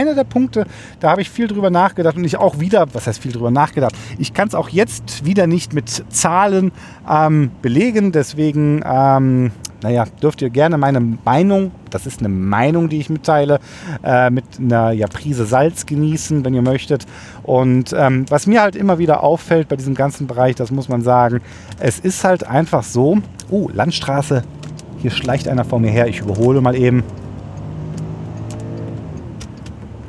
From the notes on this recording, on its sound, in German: Diesen Podcast habe ich BTW (Behind The Wheel) aufgenommen. Praktischer Weise war auf der Strecke die ich gefahren bin auch ein Stück Autobahn mit dabei.